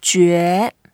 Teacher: we curl our lips together, make it a bit like whistling, and it's a second tone, so we go up